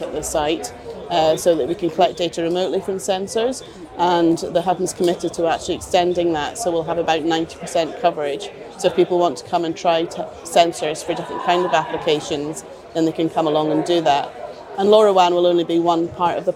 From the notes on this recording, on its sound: This podcast was recorded on site at The Royal Highland Show in Edinburgh.